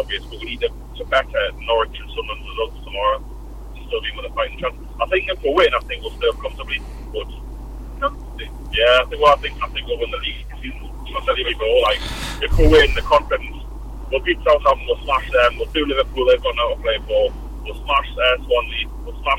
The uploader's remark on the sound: Limited Quality live show from the Car Journey down to Norwich.